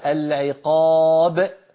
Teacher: ختمنا القلقلة بهمزة وزدنا في القرآن حرفا